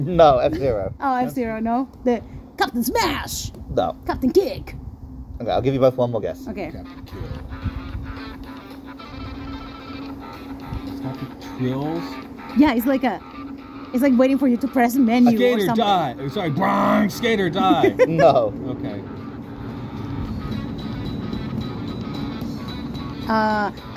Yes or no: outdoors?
yes